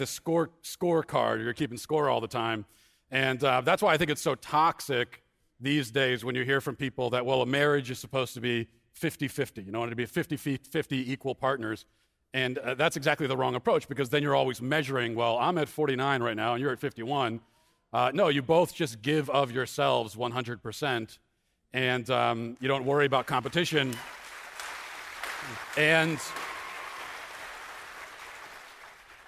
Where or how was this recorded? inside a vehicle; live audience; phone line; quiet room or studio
live audience